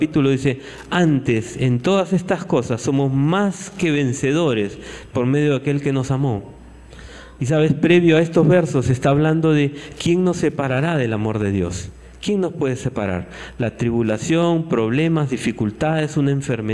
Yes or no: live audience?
yes